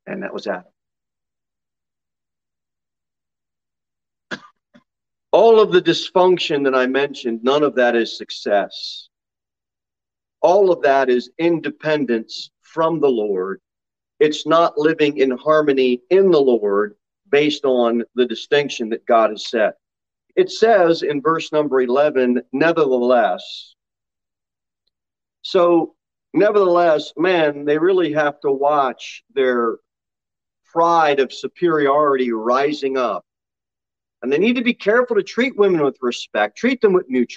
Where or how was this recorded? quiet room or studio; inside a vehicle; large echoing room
large echoing room